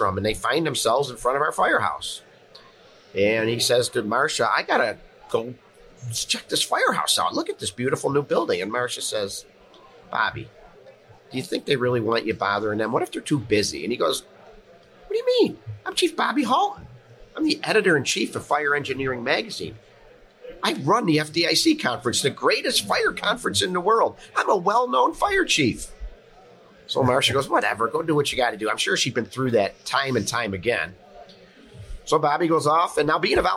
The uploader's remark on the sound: Live at FDIC